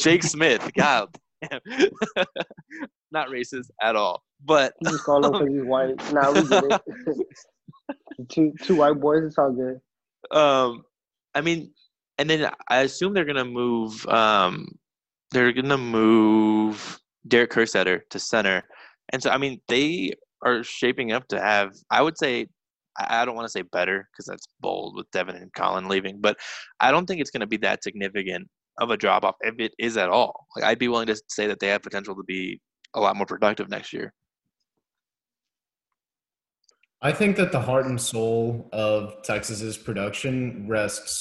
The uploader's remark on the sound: Texas Sports gets together over Zoom for an extended episode.